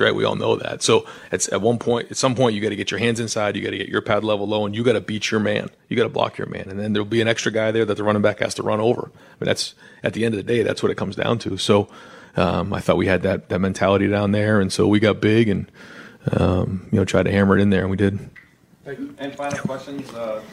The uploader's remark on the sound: media press conference